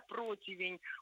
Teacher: И вот когда мы его визуально себе представляем, да, то есть вот мы видим, то тогда уже и проблем с произношением у нас не происходит, да, противень, ударение у нас падает на первый слог, но вот эту букву «и», вот этот второй слог мы не выкидываем